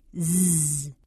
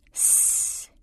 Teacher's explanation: If you whisper that same sound, you end up with s and you feel that your fingers don't vibrate. So, zzz is a voice sound, s, unvoiced.